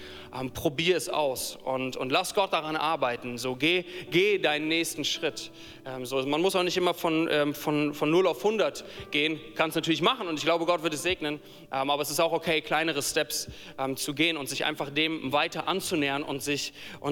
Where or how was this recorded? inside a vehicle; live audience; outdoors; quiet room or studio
live audience